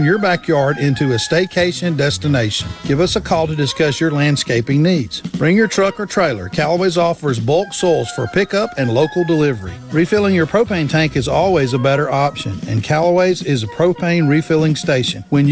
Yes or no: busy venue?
yes